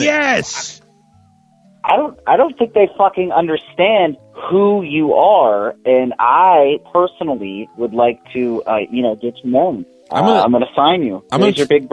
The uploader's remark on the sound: late-night call in show